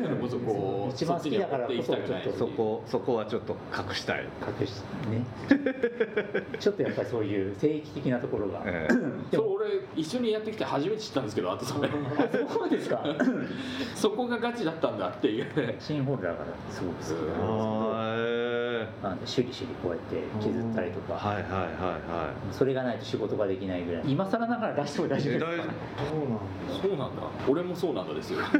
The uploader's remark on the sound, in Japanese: 今回、録音器のトラブルでノイズがあります。とりあえず、取材も収録も終わりかな？と思ってからの貸しスタジオ延長戦です。